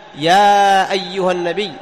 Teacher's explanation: هل أخرج نفس في الياء؟ الجواب لا، حرف مجهور